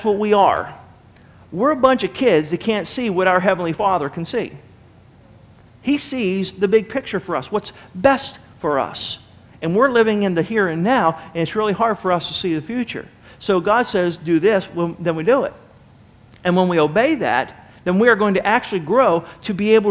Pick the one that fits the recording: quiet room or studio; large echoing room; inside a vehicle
large echoing room